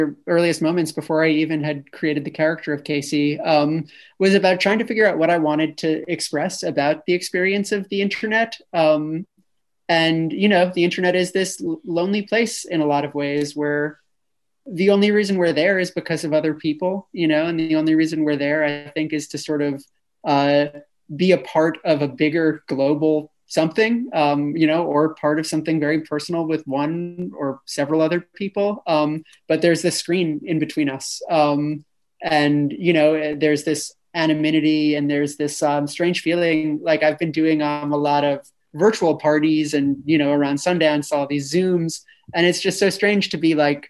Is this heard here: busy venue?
no